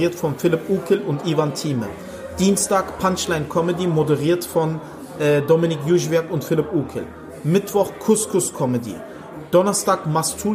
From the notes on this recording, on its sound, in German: Backstage Talk. Kurze und spontane Aufnahme mit dem Berliner Comedian. Am späten Samstagabend nach der Mixed Comedy Show in der Latüchte in Epe. Während die Gäste den Abend gemütlich ausklingen lassen läuft im Backstage Bereich das Aufnahmegerät.